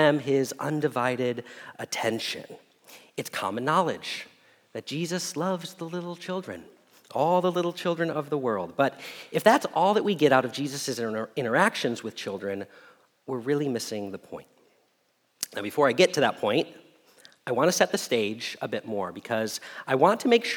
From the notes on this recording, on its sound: Message Preached at Valley Creek Church